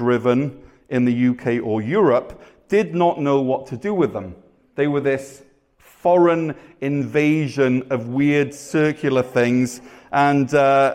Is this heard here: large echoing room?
yes